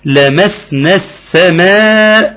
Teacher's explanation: بنسقط حرف المد لالتقاء ساكنين ونسقط همزة الوصل · لأن اللام شمسية أضغمت في السين